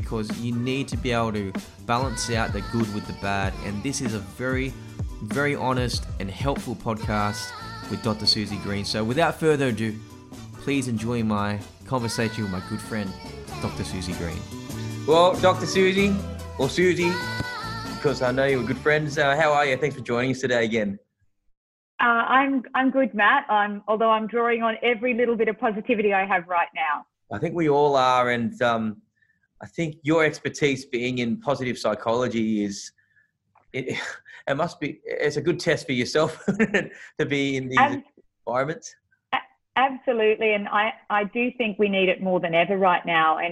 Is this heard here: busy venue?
no